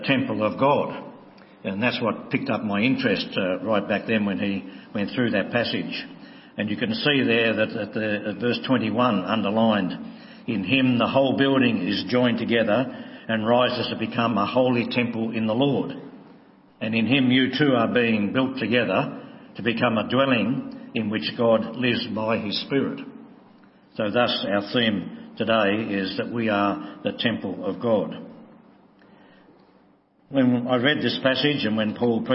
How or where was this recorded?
large echoing room